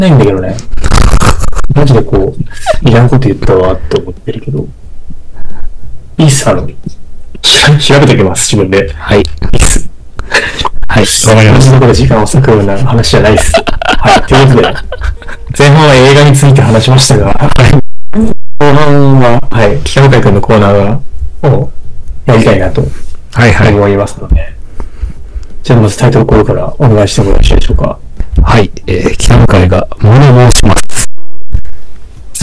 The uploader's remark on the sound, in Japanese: 前回と同様、設定ミスで軍事無線音質です。